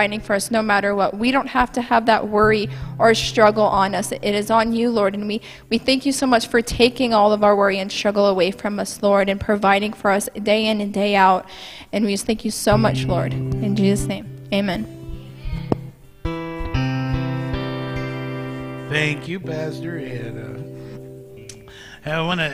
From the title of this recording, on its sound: Mt. Zion Church Live!